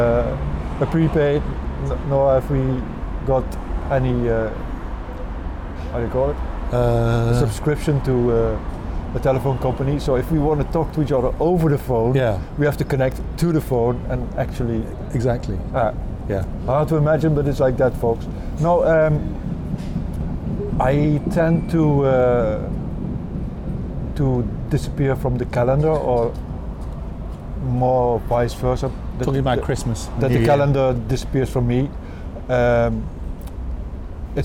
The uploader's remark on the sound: Sat outside on a terrace of a Turkish café, just opposite Görlitzer Bahnhof in Berlin, took a coffee, and talked. Street noises in the background.